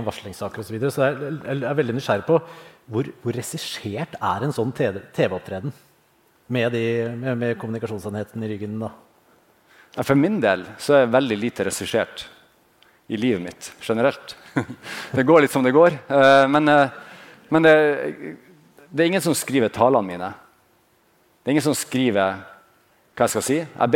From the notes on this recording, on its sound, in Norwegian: Under Forsvarets lederkonferanse Modig Ledelse spilte vi i Forsvarspodden inn to episoder med publikum i salen.